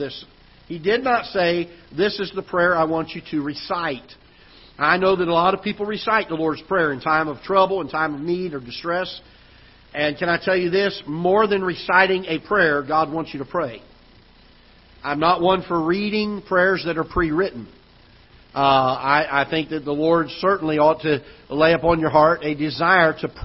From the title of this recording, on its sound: Ketha Heights Baptist Church ~ Live Broadcast